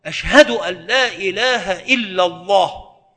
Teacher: وهذه اللام من لفظ الجلالة ينبغي أن تكون مفخمة